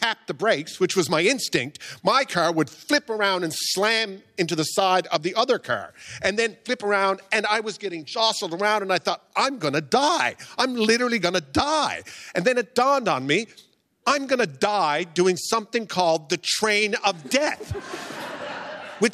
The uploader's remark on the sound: At a live event in Toronto last week